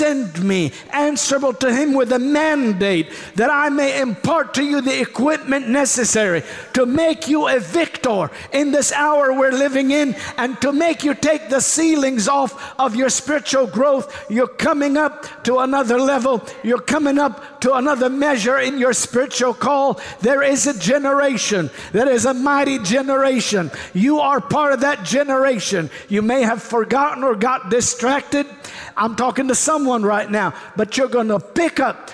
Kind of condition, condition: setting, large echoing room